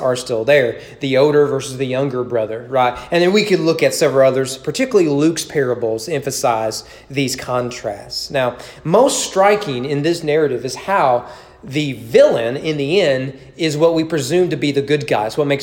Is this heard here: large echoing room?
yes